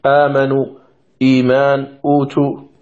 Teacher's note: كذلك أوتوا أصلها أؤتوا، فأبدلت الهمزة الساكنة حرف مد من جنس حركة ما قبلها. وهذا القسم متفق عليه بين القراء، فالقراء كلهم يقرؤون هذه الكلمات بما سمعتم: آمنوا، إيمان، أوتوا، فلا يوجد من يعني حقق الهمزة في هذه الكلمات.